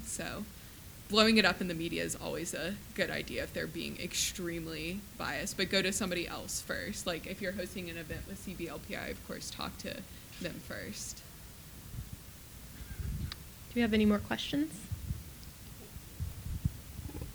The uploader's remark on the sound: The panel presentation was recorded at CBLPI's North Carolina Women's Summit in Raleigh on October 1, 2016.